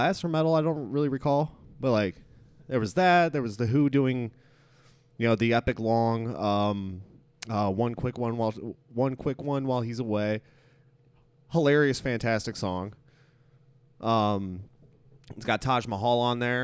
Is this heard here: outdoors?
no